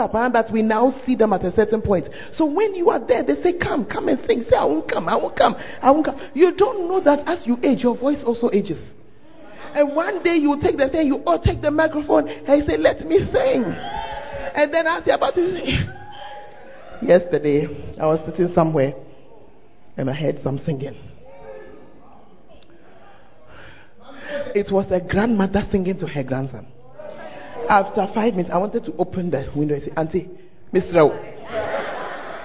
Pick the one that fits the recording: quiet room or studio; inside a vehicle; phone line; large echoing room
large echoing room